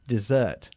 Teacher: Enfatizando la segunda sílaba, dessert.